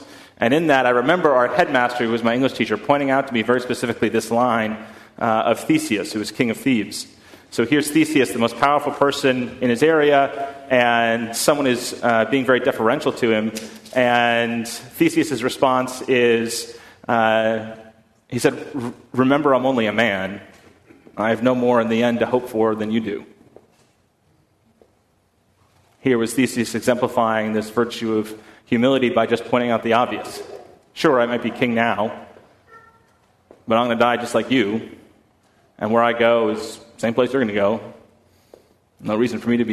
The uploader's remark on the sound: at First Congregational Church of Houston